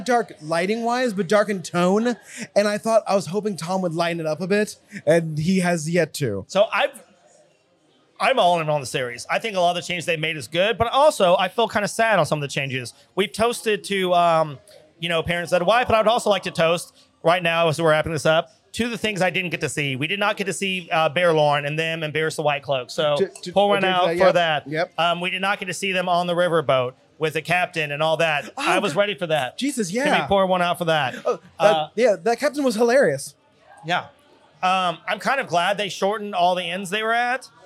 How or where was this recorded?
busy venue